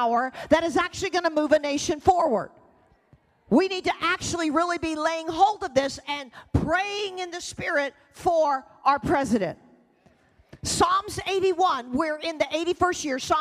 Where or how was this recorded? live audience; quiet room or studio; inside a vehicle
live audience